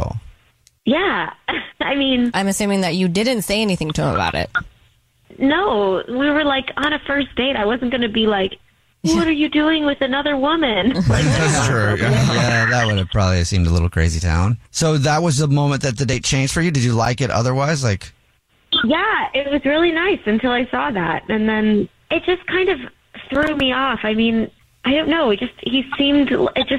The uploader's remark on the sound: We get that other person on the phone.